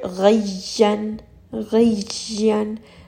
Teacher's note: Now you can hear that the roof of the mouth is kind of muddling the sound a little bit, and it is starting to sound like a jeem.